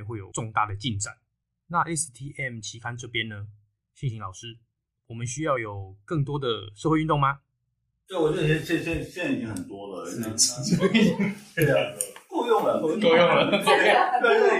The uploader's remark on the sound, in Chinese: 首次錄製音質有待加強，建議使用耳機聆聽。